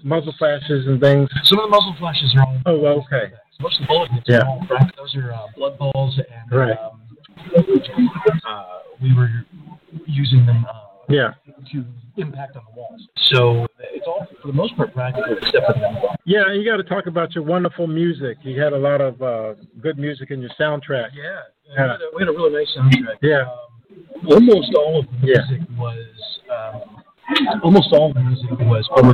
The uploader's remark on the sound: LIVE from the Clifton Film Celebration. LIVE from the First Annual Clifton Film Celebration - an independent film festival in historic Clifton, Virginia.